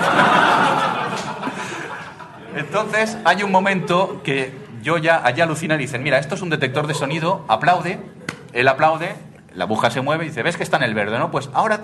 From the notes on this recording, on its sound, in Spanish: con un directo en Madrid desde las octavas Jornadas de Podcasting